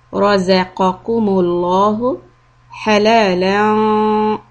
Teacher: In Ayah 114, focus on the word razaqakumullahu. Ra heavy, qaf heavy, lafz jalala heavy, raza, and keep the zal soft